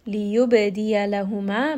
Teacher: Ba here is going to have qalqala. So just give it a little bit of bounce. It is part of kutub jad.